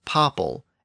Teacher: It came in from French with its original ah sound.